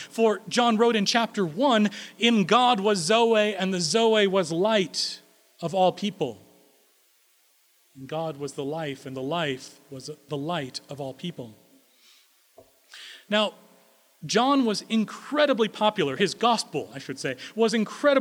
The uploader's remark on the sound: Recorded April 3, 2016 at Corona United Presbyterian Church